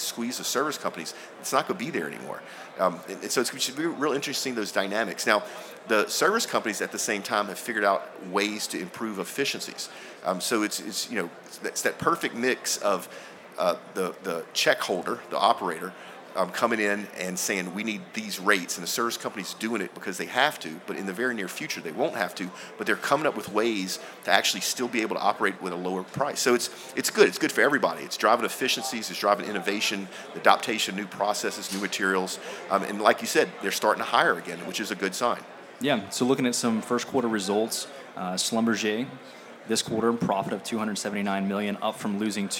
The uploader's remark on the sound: We are Live from the Redwing Boots Booth at the 2017 Offshore Technology Conference here in Houston, TX.